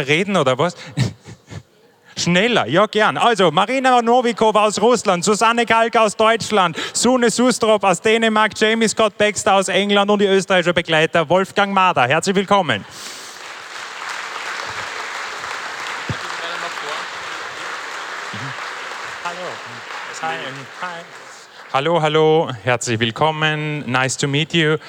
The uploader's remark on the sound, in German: Hören Sie nun die Aufzeichnung der Festivalgala